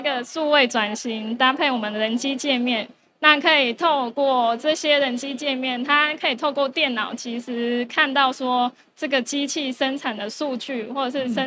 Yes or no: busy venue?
yes